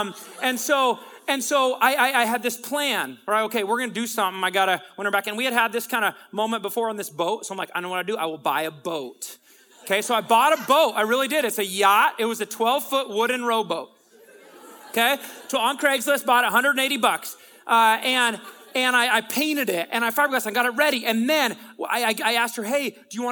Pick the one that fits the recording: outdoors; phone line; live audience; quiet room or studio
live audience